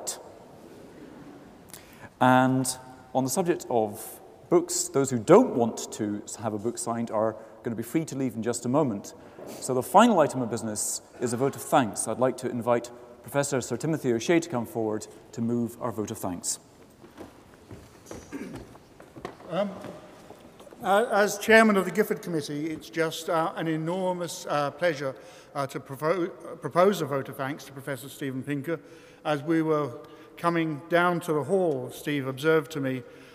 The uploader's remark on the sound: Recorded on Wednesday 29 May 2013 at McEwan Hall, the University of Edinburgh.